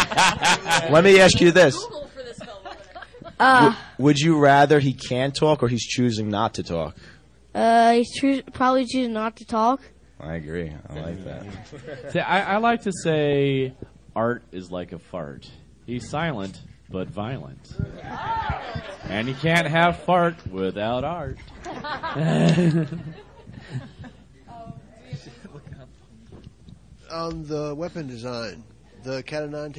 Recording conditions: busy venue